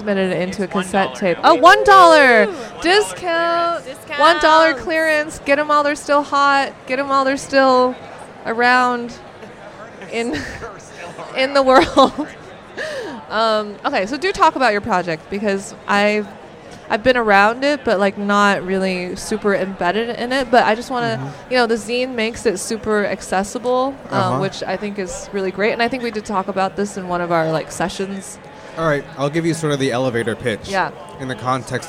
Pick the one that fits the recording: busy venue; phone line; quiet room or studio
busy venue